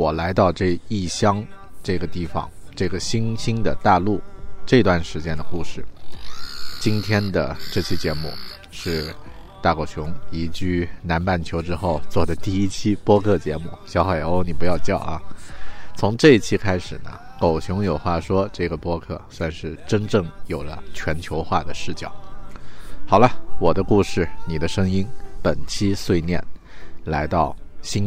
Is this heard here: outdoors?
yes